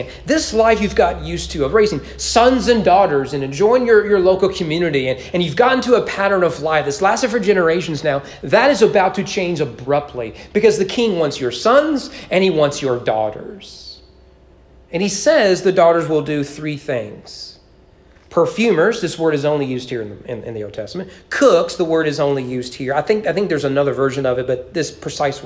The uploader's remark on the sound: Sermon preached at East Frankfort Baptist Church in April 2022 during evening worship.